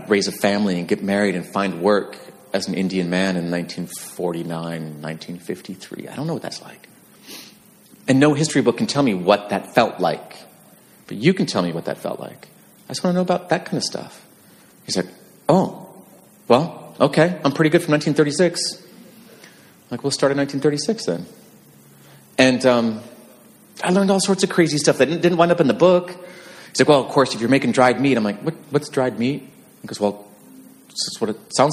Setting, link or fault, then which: setting, live audience